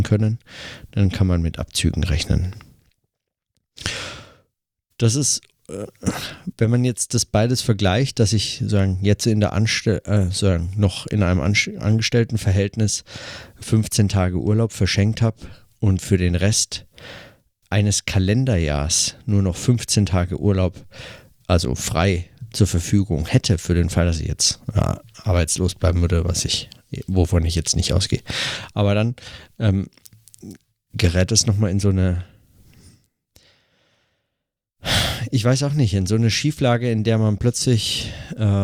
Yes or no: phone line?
no